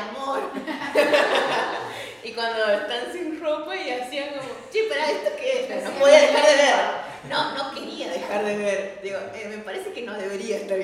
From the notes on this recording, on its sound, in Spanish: Llegamos al final del año y lo cerramos con público, birra y música en vivo.